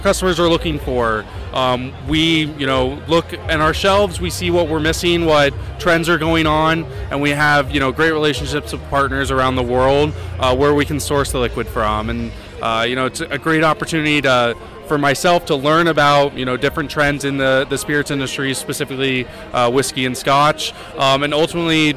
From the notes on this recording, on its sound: We then travel to the Netherlands to capture some of the action from The Art of Drinks Wine and Spirit Festival.